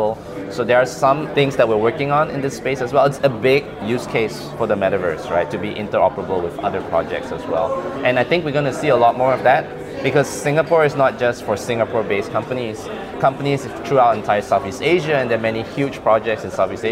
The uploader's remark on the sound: Live from Token2049, a premier crypto event organized annually in Singapore and London.